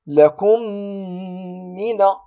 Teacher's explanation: إدغام هنا بغنة مقدارها حركتان